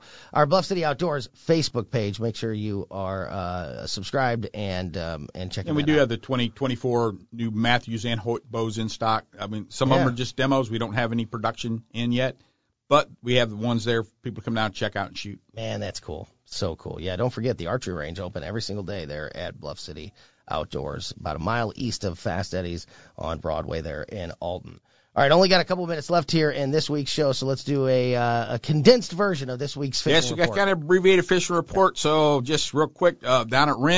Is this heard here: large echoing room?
no